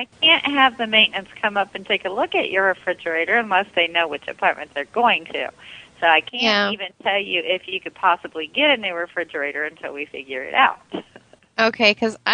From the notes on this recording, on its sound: Prank Phone Calls.